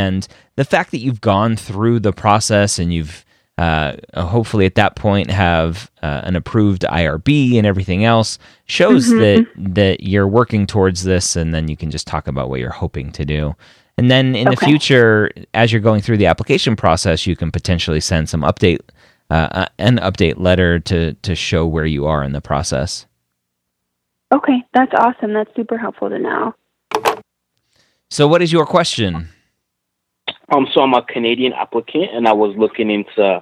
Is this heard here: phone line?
yes